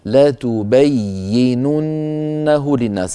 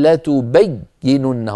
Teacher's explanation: فلا بد من بيان الياء المشددة مع عدم قطع صوتها · Shown in: first take · التشديد شيء والشدة شيء آخر.